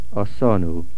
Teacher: Since the sin is the last letter of the original word, and the nu is a suffix, we put the stress on the last letter of the original word